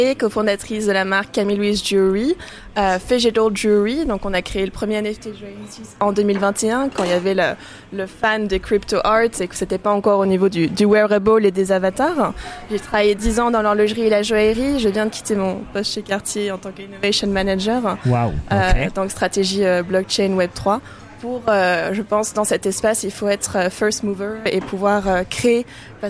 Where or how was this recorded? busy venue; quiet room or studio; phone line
busy venue